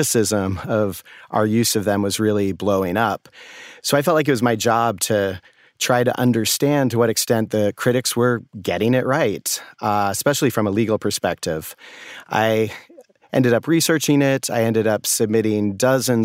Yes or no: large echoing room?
no